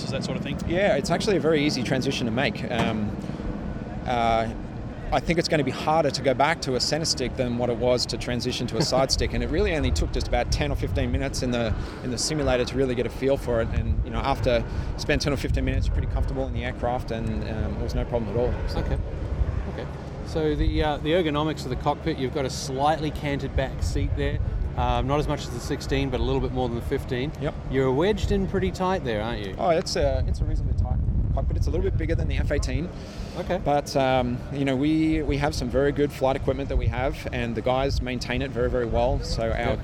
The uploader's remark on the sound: Recorded live on the last day of the Avalon International Airshow and the boys are in the back end of a KC-135 (serial 62-3575). Lying on the Boomer's couch looking out at the people hiding from the heat in the shade of the aircraft. Following six days of airshow craziness, the boys are very tired.